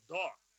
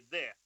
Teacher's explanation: Там дальше нет, там не дым, там дело в том, что в арабском языке и тоже слово, звук «д» тоже разный. Есть твердый «до», а есть мягкий, более мягкий «д», ну, стандартный, который похожий на нас.